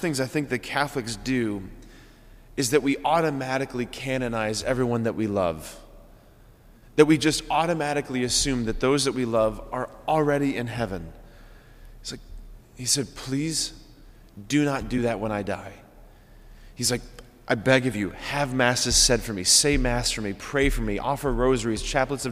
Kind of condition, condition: setting, large echoing room